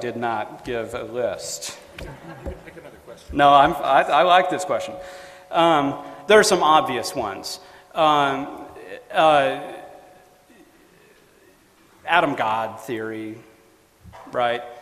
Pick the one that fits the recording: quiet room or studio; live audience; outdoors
live audience